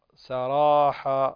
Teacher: يعني الراء إذا مفتوحة تفخم